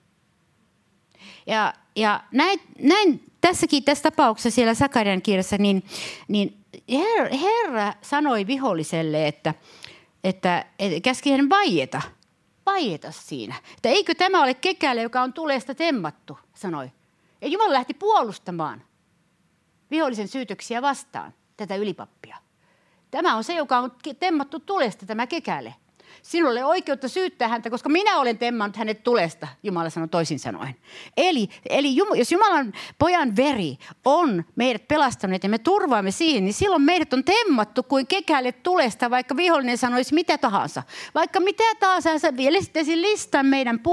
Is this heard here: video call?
no